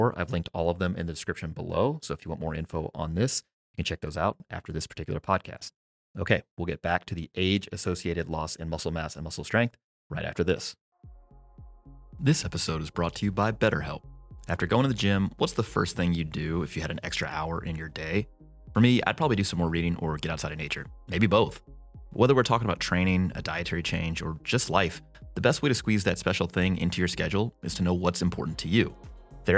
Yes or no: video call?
no